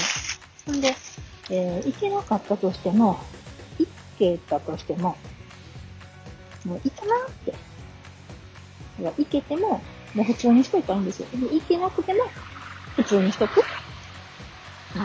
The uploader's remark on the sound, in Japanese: 移動中録音の為音質悪いです